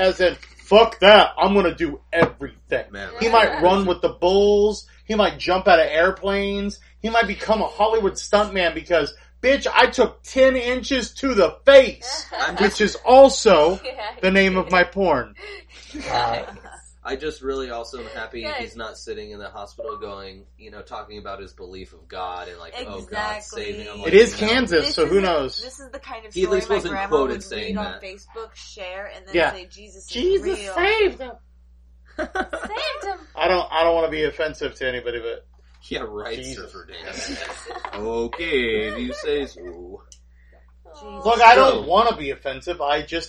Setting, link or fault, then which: fault, background noise